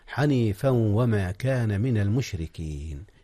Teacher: بعد ذلك قال الله تعالى قل بل ملة إبراهيم حنيفا وما كان، جاء الإدغام هنا يا أستاذنا. أدغم التنوين قبل الواو، إذ الواو من حروف الإدغام مع النون والتنوين، والإدغام بغنة